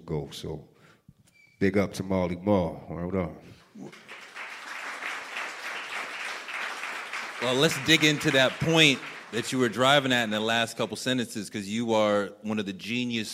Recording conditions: live audience